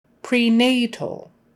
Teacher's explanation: Prenatal, emphasis on the nay